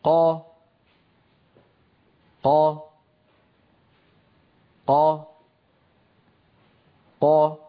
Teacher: الصوت ينحبس خلف مخرج القاف وهو أقصى اللسان مع الحنك اللحمي، ثم ينطلق الصوت · Term: قاف مجهورة فصيحة